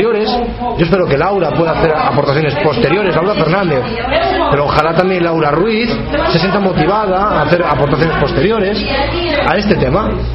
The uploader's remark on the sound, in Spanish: Audio Asamblea Ciudadana Constituyente Coruña 25-05-2012 Plaza Ramón Cabanillas 17-20 horas